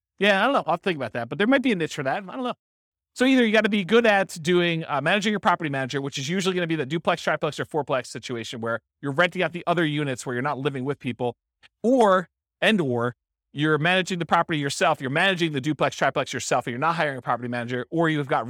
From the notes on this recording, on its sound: This was a live class recorded.